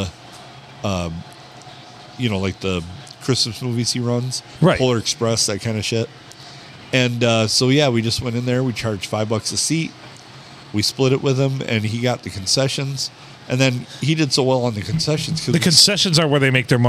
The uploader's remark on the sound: We record on a Sunday night at the Stumble Inn.